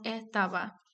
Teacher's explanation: El resultado de la producción de la S aspirada es el alófono J